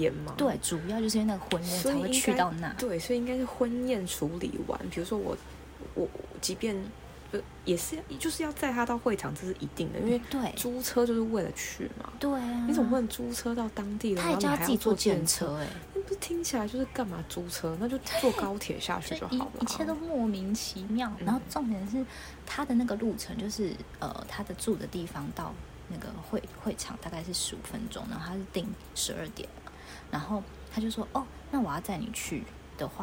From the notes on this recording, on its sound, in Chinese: 這次一起見面錄音真的超級開心！有點抱歉可能背景有些雜音。